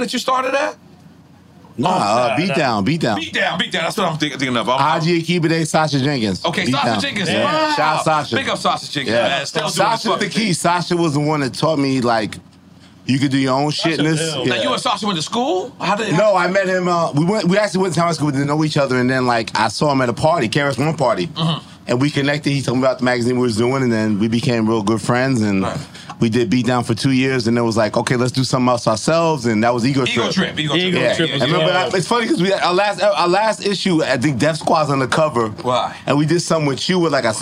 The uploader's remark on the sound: Live from Rolling Loud the guys stop by for a good time!